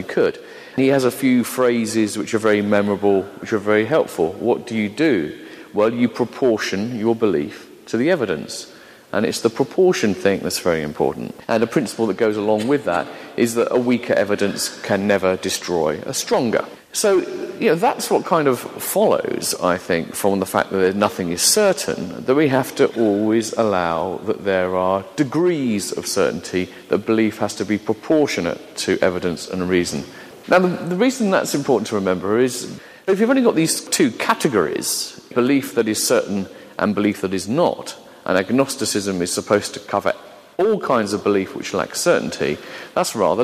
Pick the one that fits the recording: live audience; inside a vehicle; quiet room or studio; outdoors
live audience